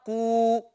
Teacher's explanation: طيب لو انا قلت قو، ادي قاف مضمومه، بالغ في الضمه هيتولد منها واو فتبقى قو، يبقى دي حركه مجانسه.